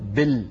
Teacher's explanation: بل هذه كسرة مخلوطة بسكون